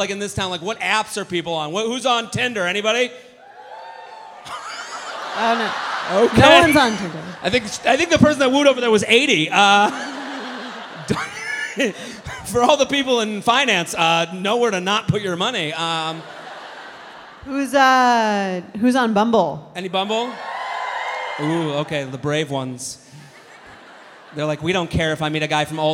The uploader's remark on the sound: A very special bonus episode recorded live at The Vic Theatre in Chicago. They conduct a dating app profile makeover for 2 audience members.